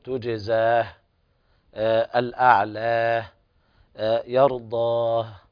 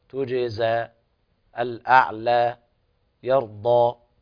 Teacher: فالوقف على هذه الألفات بالمد الطبيعي بمقدار حركتين فقط · Shown in: second take